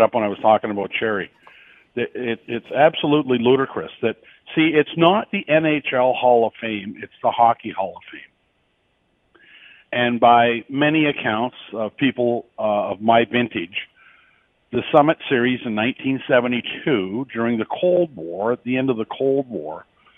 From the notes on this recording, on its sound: opens up the phone lines to get your take